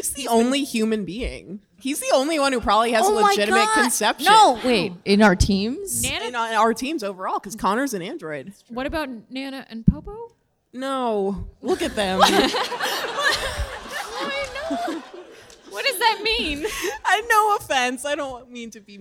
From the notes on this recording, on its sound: March Madness: PAX East 2019 Live. Live from PAX East.